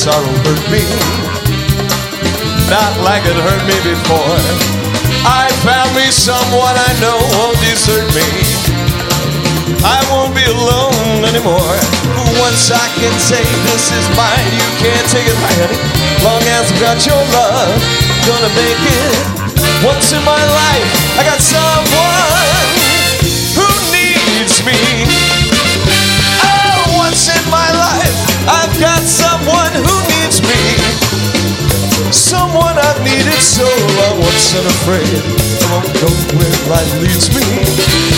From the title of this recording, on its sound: Live at the Southpoint 06-02-2016